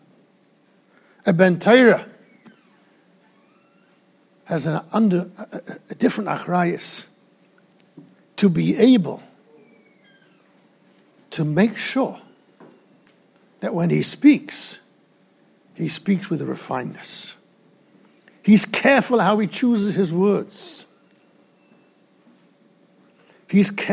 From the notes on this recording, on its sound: recorded in Yeshivas Ohr Reuven, Monsey NY